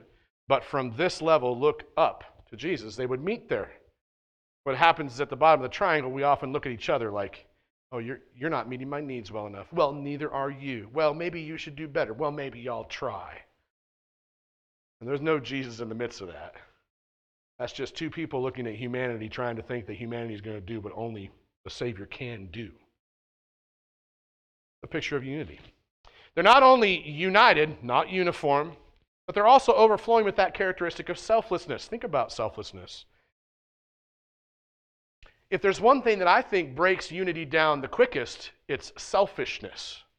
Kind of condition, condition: setting, large echoing room